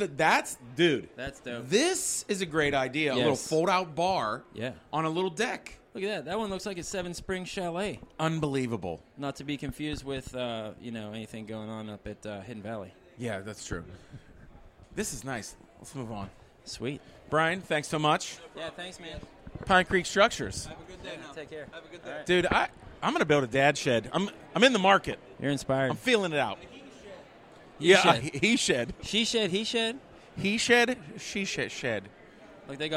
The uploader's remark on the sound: LIVE at the Home Show.